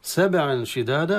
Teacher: سبعا شدادا هذا حكم التنوين عند الشين، وحكمه الإخفاء، والإخفاء دائما يكون مع الغنة